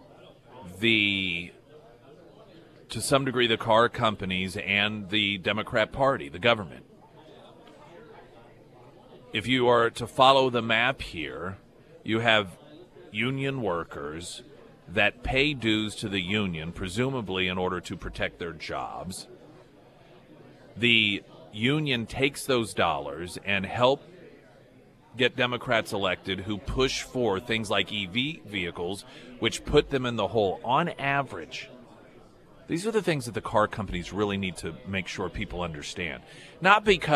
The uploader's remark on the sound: Live at Scramblers Diner.